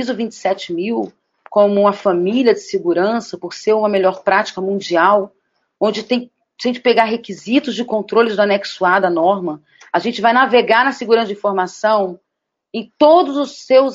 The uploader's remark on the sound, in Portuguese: Apresentamos o áudio do Webinar “Segurança da Informação e Desenvolvimento Seguro na era da Privacidade de Dados” realizado pela Clavis Segurança da Informação em conjunto com o EXIN.